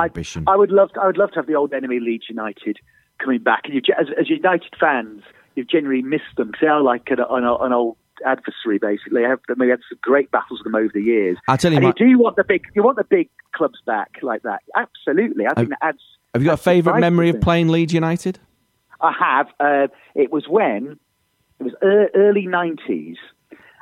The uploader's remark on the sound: on the phone